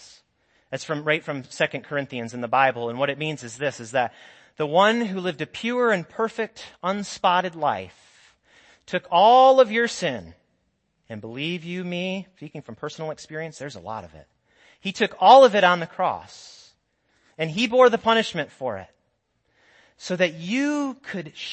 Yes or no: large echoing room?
yes